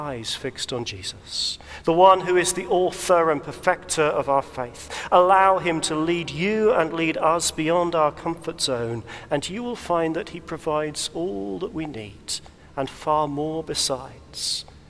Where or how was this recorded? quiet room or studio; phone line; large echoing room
large echoing room